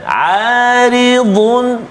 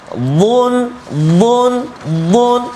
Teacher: tepi lidah ha, kena pada gigi geraham sebelah kiri atau sebelah kanan ha? terpulanglah ikut keselesaan ataupun kemahiran kita kan aridun tepi lidah jangan bukan hujung lidah tepi lidah ha?